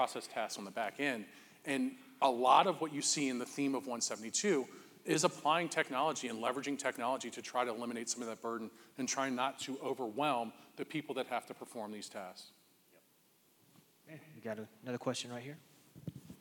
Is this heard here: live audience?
yes